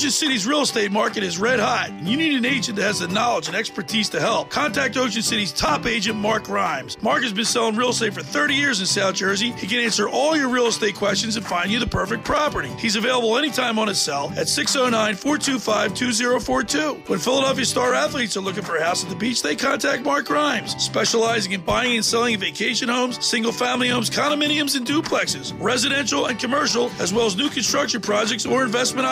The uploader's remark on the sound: Sunday The Locker Room broadcasts Live from the Tropicana in AC. Broadcast Live from the Caesars Sports Book inside the Tropicana in AC.